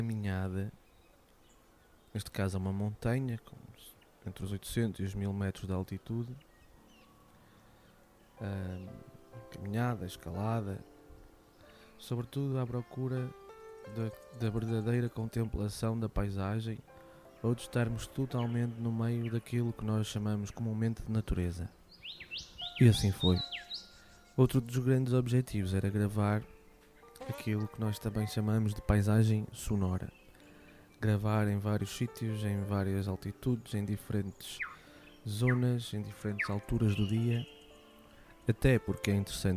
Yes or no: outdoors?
yes